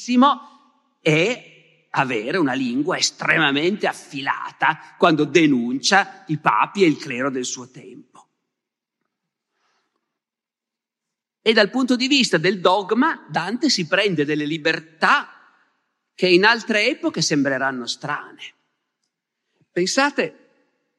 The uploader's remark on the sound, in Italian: Rinascimento Culturale, Chiari 2022. Registrato a Chiari (BS) durante la nona edizione del Festival Rinascimento Culturale.